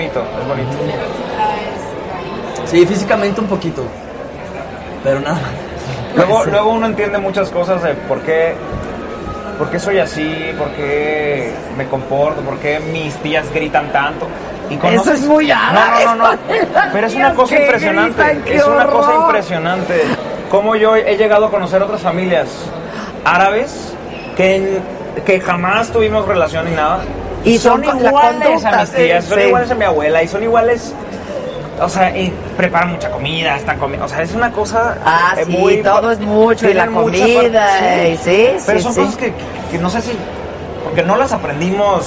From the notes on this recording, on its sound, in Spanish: Transmisión Especial Desde Morelia Mich. En La 5ta Feria Nacional De Pueblos Mágicos. Se trasmitió en vivo desde Morelia, en la Expo Pueblos Mágicos.